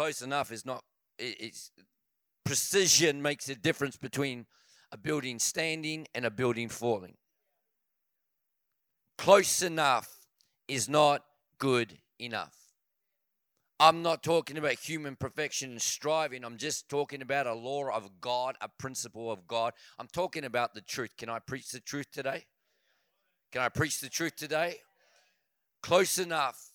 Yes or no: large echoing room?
yes